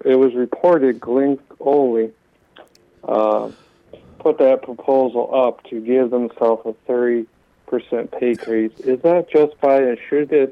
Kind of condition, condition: link, phone line